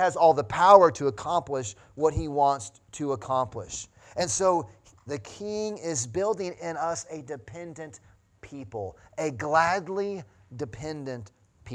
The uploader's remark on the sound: Sunday Morning Sermon Audio